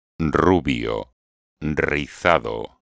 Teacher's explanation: Très roulée en début de mot.